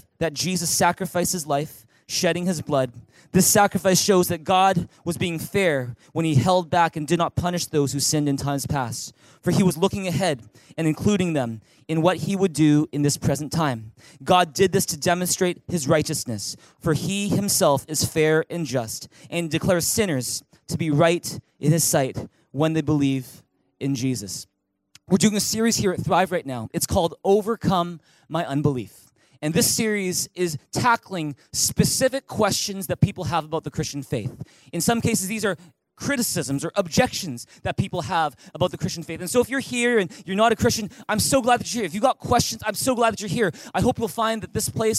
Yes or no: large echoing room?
yes